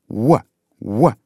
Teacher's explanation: когда произносим w, работают одни губы, как лягушка квакает.